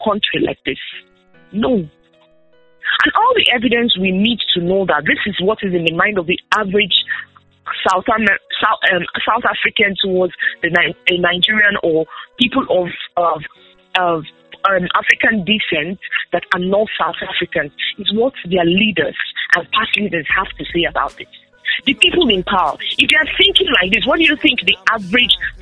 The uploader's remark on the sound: on a conference call with two guests